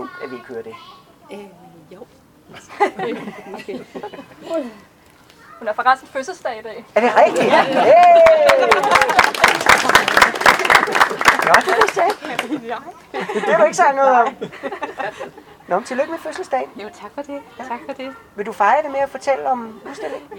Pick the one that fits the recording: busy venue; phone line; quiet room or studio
busy venue